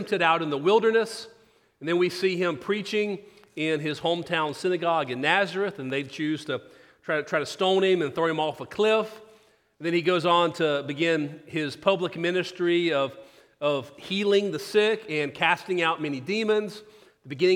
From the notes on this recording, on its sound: Sermon. Christ Presbyterian Church in Houston, TX.